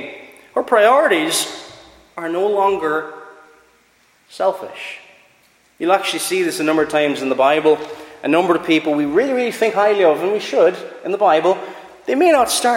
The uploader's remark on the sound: Preached at Ballyclare - Doagh Free Church